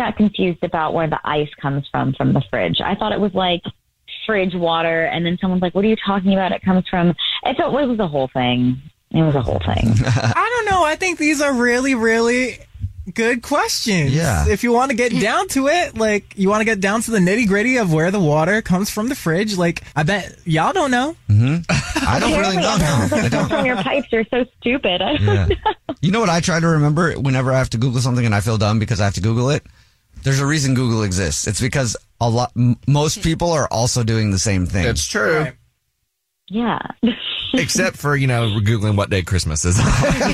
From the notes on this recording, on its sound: there is a woman on the phone